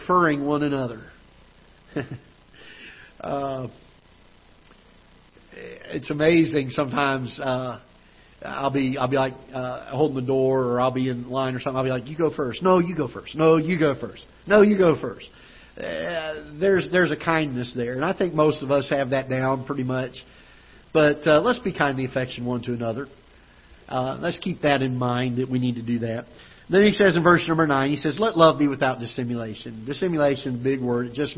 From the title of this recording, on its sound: Ketha Heights Baptist Church ~ Live Broadcast